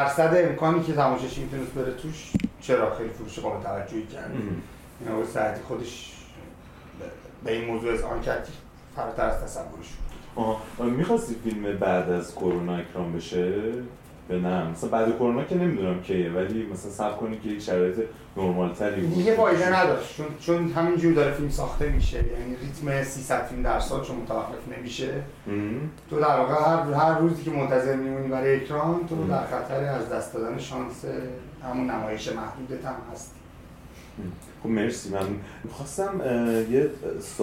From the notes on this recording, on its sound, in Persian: عذر خواهی میکنم به خاطر مشکل فنی در ضبط صدا که باعث پایین اومدن کیفیت این اپیزود شد